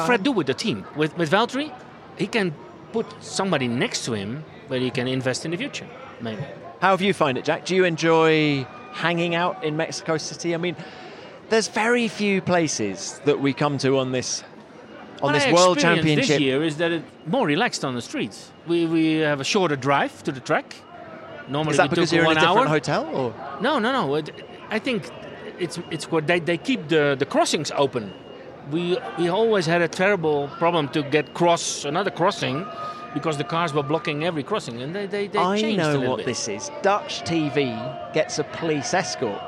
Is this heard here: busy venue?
yes